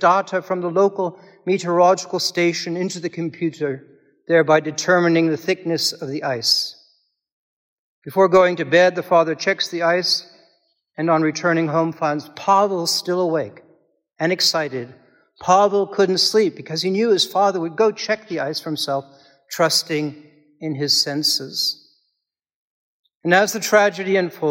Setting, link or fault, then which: setting, large echoing room